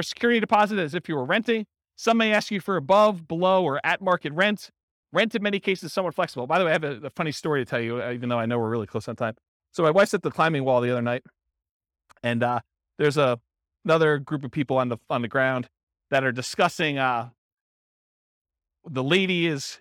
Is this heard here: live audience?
yes